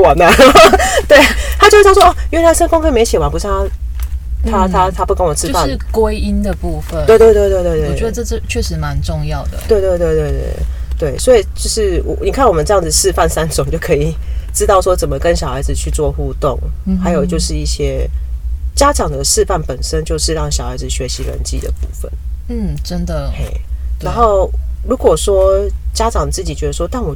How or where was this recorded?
inside a vehicle